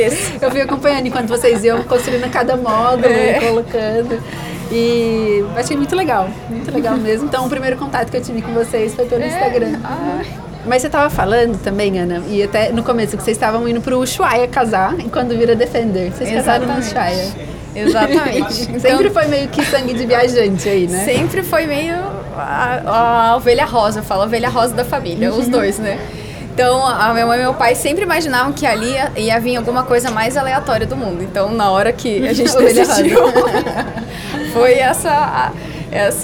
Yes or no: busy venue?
yes